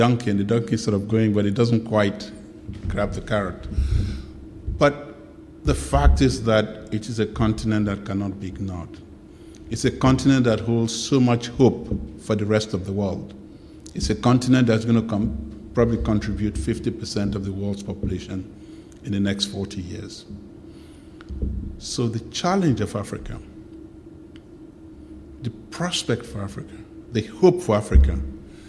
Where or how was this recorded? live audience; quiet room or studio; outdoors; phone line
live audience